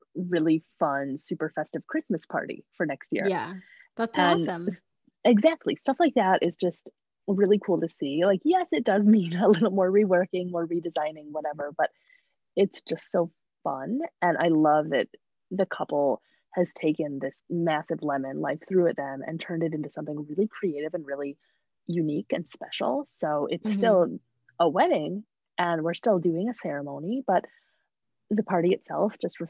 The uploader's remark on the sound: Sound quality was affected due to internet at the time of recording.